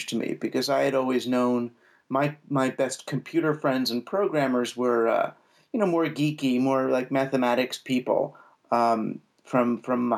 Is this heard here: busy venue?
no